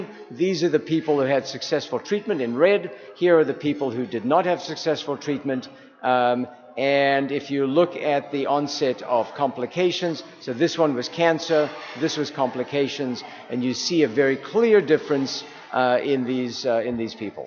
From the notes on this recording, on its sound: Doing RC2C from San Antonio at the 42nd annual TAAP Conference in San Antonio, TX. Here is the luncheon presentation from Day One.